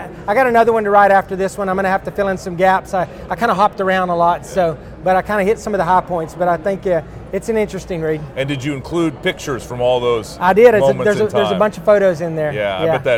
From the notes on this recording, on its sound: This episode was recorded at CPAC Texas.